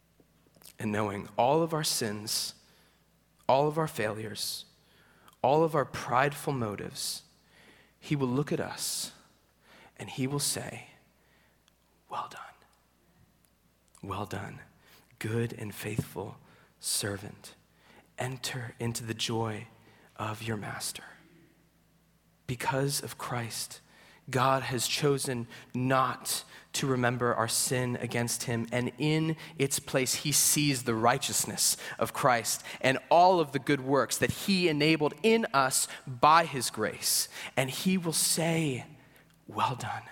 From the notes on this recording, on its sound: At Greentree Church on April 23, 2023. At Greentree Church on April 23, 2023.